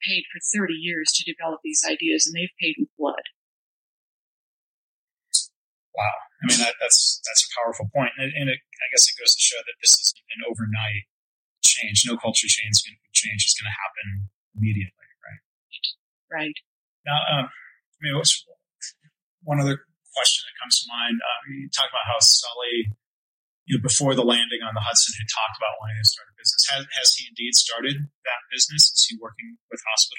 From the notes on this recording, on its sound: Remastered Oct 2022 - the audio quality isn't great.